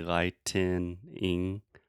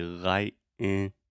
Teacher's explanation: The longer answer is lightning is just two syllables and lightning when I pronounce this slowly and articulate, you hear me say lightning, but when I pronounce it fast, I use a stop T · Shown in: second take · and I say lightning, light, mm-hmm.